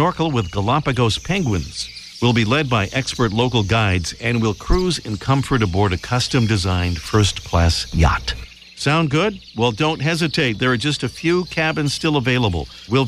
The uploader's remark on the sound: On today's show we're live from Acadia National Park in Maine.